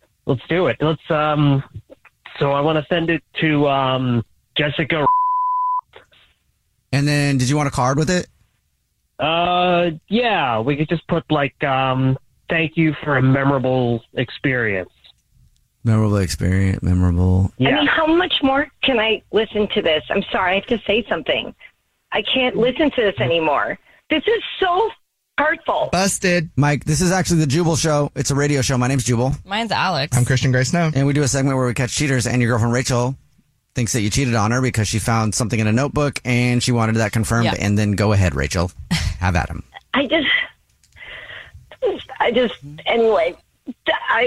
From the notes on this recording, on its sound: on the phone today for War of the Roses